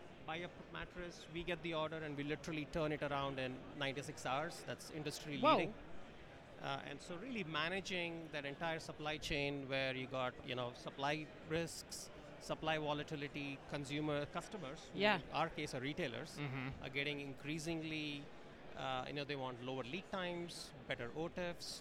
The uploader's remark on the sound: Live From Manifest 2024